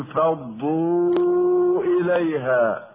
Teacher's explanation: انفضوا إليها مد منفصل جائز، يجوز قصره ويجوز توسطه لحفص. والنون قبل الفاء تخفى إخفاء حقيقيا مع بقاء الغنة بمقدار حركتين. والياء الساكنة المفتوح ما قبلها من كلمة إليها تسمى حرف لين لا مد فيه وصلا ولا وقفا، لأنها وقع بعدها حرفان في الكلمة وهما الهاء والألف.